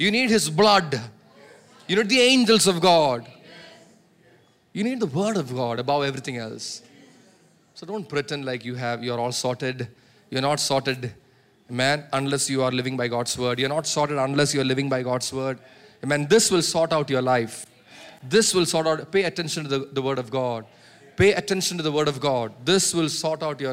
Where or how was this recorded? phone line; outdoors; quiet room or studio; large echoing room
large echoing room